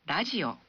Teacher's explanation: huruf R dalam kata radio diucapkan seperti antara bunyi huruf R dan L